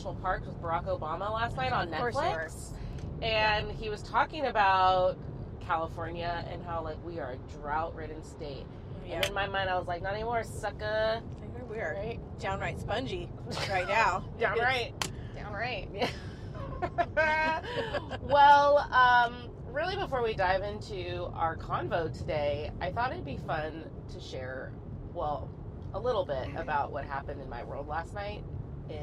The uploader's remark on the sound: we invite more friends in the car to chat